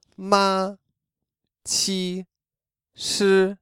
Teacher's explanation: The first tone is a highly positioned straight line.